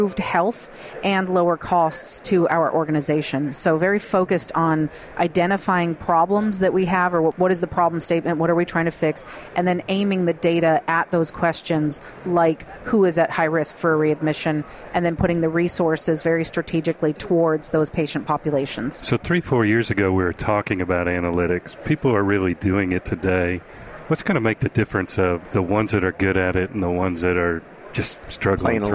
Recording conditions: busy venue